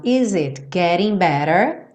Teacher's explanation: a gente tem o T, tanto do getting quanto do better, com rarara, aquela redução, rarara